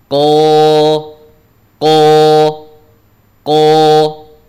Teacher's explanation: Sehingga membuat huruf itu menjadi bunyinya menjadi tebal di sini contohnya adalah huruf kof, Ko, ko, ko, ya. Suaranya naik ke atas, tebal bunyinya. · Term: huruf isti'la